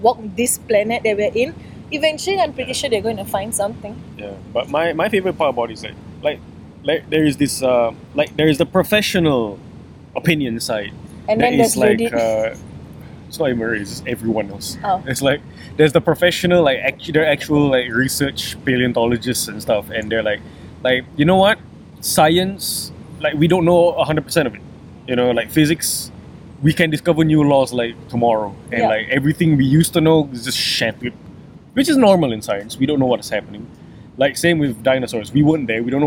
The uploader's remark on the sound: Live from the grass in front of Singapore's Victoria Theatre and Concert Hall